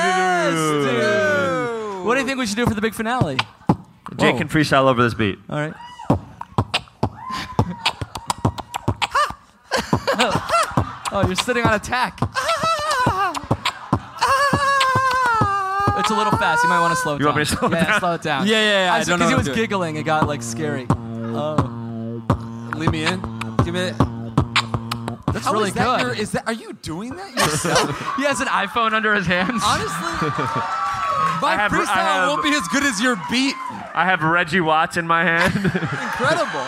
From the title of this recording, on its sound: Live in Austin